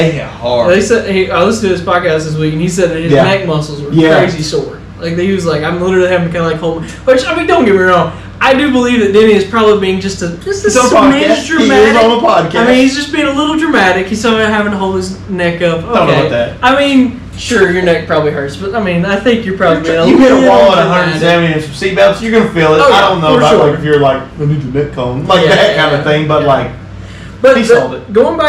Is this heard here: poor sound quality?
yes